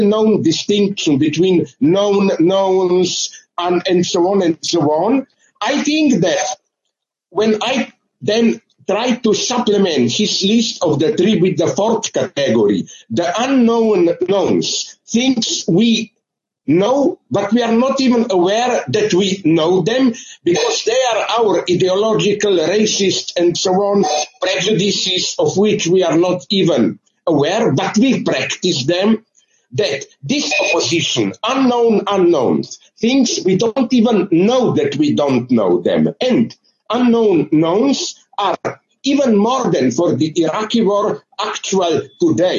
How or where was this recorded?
video call